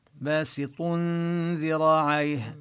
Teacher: ويبقى يعني لا نلفظ النون، باسط ذراعيه، ننتقل من ضم الطاء إلى اللسان يكون على مخرج الذال · Term: الإخفاء